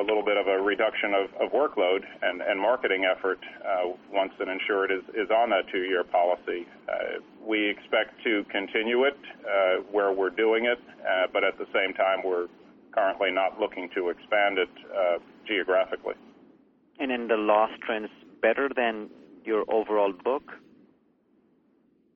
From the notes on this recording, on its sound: ProAssurance Earnings Conference Call, Second Quarter, 2010